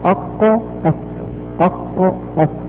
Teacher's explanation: فيخرج الكاف مع ما يحاذيه من الحنك الأعلى تحت مخرج القاف · Term: حرفان لهويان